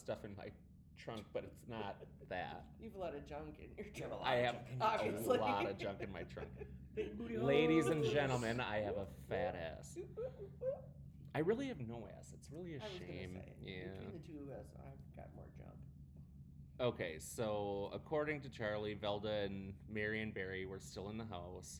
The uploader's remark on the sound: Sorry for the audio, we were recording in my apartment that has not great acoustics.